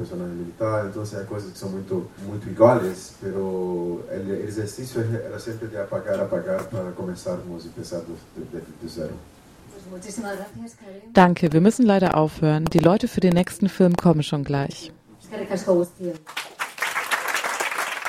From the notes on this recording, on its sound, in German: Der Filmtipp der Woche vom Cinema Quadrat in Mannheim. Publikumsgespräch mit Regisseur und Hauptdarsteller.